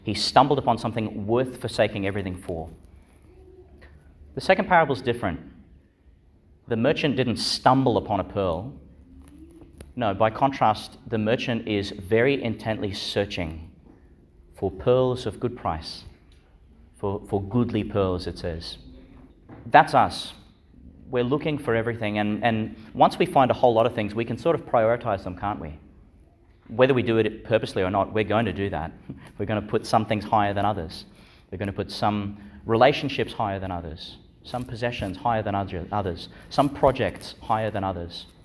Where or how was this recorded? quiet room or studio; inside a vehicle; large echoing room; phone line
large echoing room